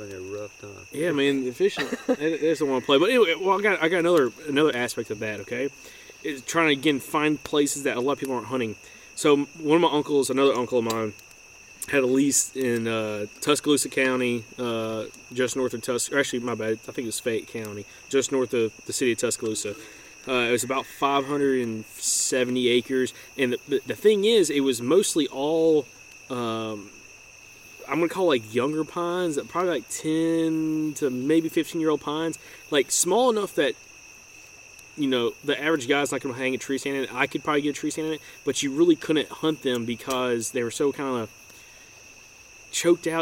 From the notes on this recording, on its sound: you'll be able to hear frogs, crickets and various other sounds of the woods at night!